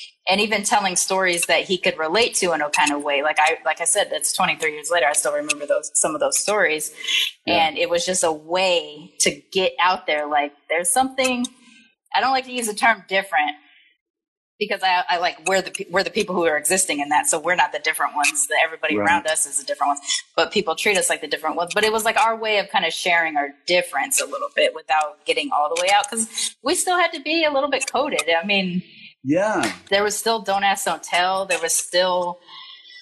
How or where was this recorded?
video call